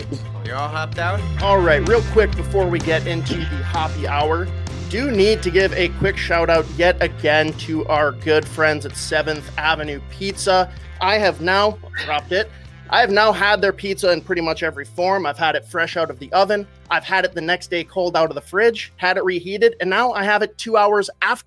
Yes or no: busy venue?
no